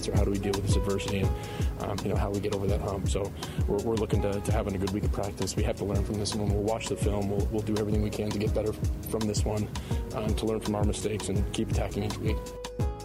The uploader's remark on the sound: Closes the show live from Green Bay with sound from the Packers locker room and observations from the game.